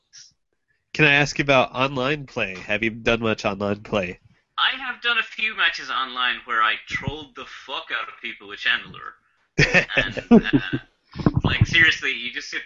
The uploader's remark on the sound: Coming to you live via Google Hang Outs On Air (at least, it WAS live)